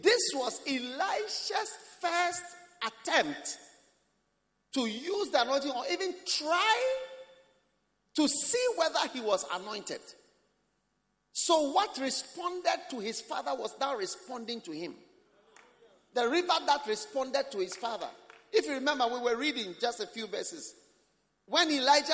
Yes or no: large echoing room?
yes